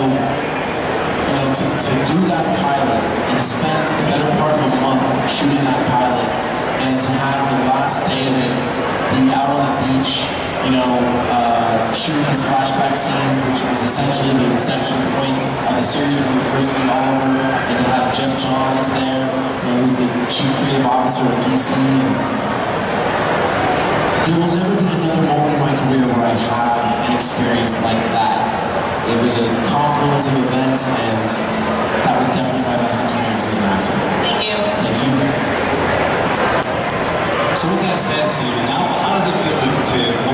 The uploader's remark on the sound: Panels we recorded at heroes and Villains fan fest!